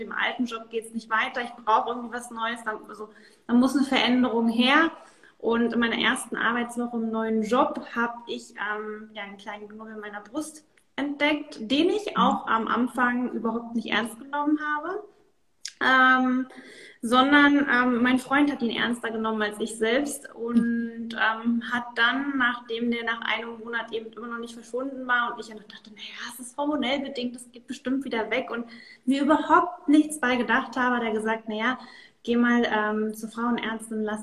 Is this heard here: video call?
yes